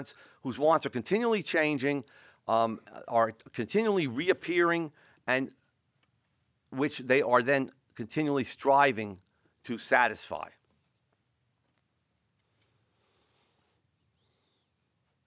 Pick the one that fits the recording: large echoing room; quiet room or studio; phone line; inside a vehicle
large echoing room